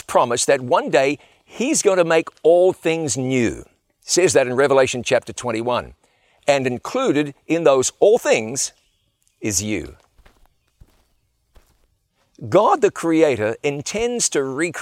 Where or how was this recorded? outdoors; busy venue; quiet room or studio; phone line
outdoors